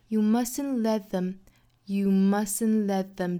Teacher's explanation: You mustn't,尾部 t, let,尾部的 t 的音都省略掉